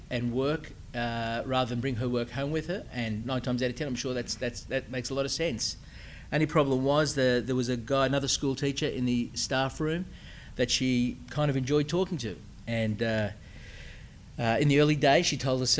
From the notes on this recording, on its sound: speaking as part of Refresh 2010, a conference for approved Geneva Push church planting couples.